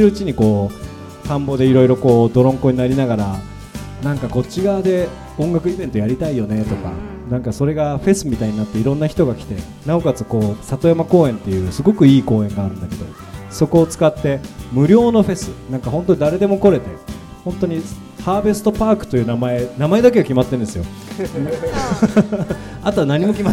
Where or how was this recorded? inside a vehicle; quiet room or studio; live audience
live audience